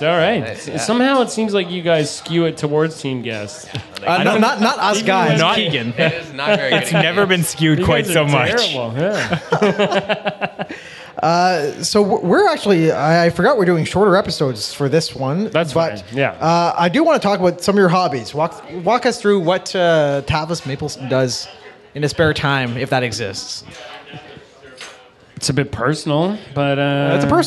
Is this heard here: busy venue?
yes